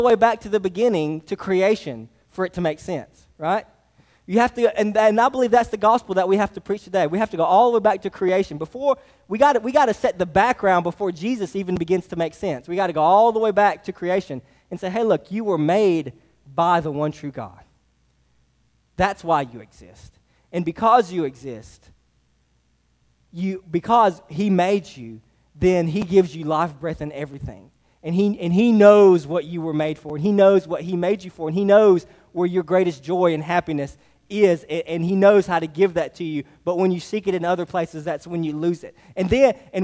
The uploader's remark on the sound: Sermon preached to Hillside Baptist Church in Eastman, GA. Sermon preached to Hillside Baptist Church in Eastman, GA.